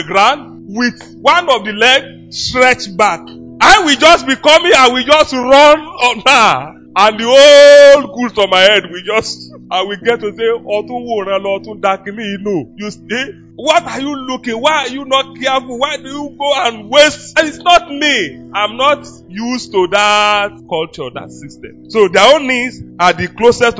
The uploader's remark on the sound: LIVE FROM OASIS OF WISDOM BIBLE CHURCH